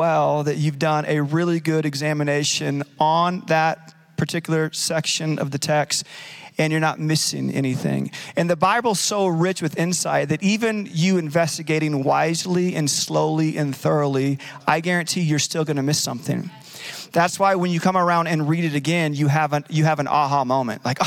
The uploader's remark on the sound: Recorded live at Capital Church in Meridian, Idaho